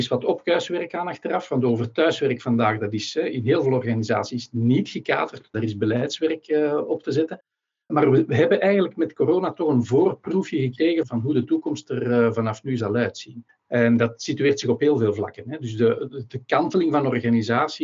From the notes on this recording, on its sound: Panel discussion (NL-FR). This episode of HR Talks is a recording of a panel discussion that took place during the recent Virtual HR innov & tech Day (powered by HRMinfo).